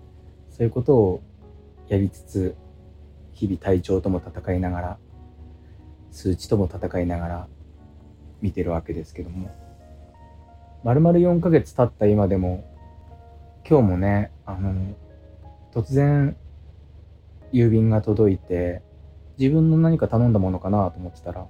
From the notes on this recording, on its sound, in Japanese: 無菌室なので空気清浄機のノイズや音量バランス等お聞き苦しいかもしれませんがあしからず。